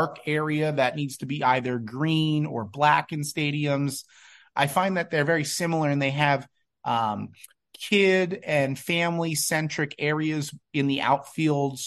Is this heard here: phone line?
no